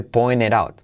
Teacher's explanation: Saltarte la T de pointed